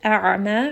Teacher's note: ayn is going to be from the middle of the throat and it also has tawassut. Ma, this is a two-count med.